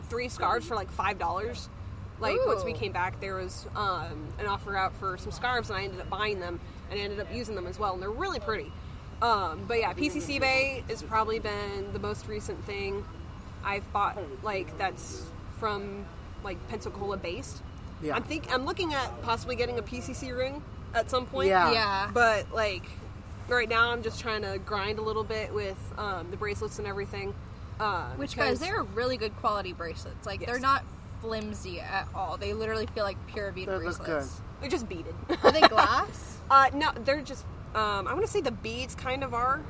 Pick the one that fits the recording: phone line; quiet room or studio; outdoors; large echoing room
outdoors